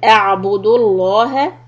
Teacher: this لفظ جلالة will be heavy because of the Dhamma before that